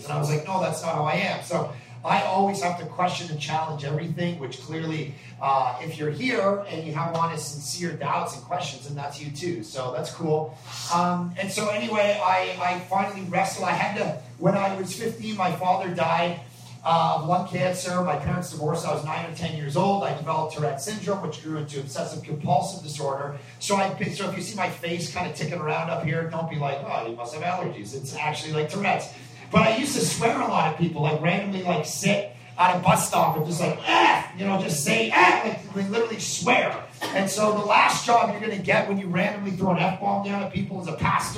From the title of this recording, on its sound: Q and A at a coffee shop in Toronto